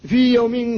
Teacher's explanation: فالواو ساكنة والميم حرف مجانس لها فقد تقارب مخرجاهما وكلتاهما شفوية، وسكنت الواو وتحرك ما بعدها وهو الميم ولم يقع الادغام لأن الواو هنا حرف لين، حرف لين فلا ادغام.